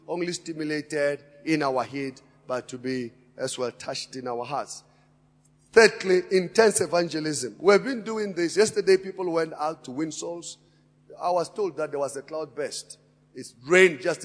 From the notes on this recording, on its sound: Preached at Emmanuel Christian Church, Arcadia Campus, on the 11th of February 2018.